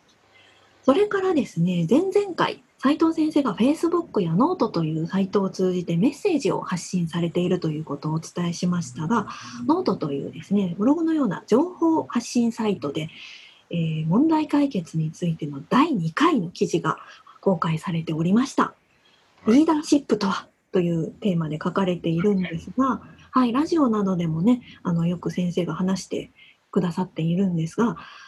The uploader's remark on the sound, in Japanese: ようは会ラジオは、今回もZoom収録。